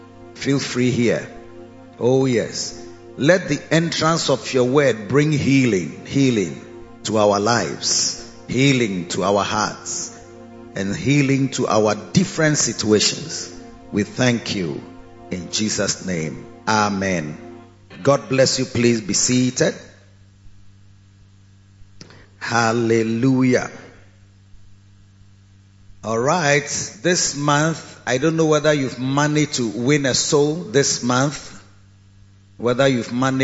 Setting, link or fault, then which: setting, large echoing room